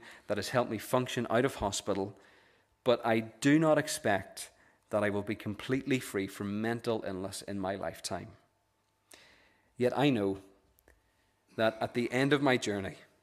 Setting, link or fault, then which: setting, large echoing room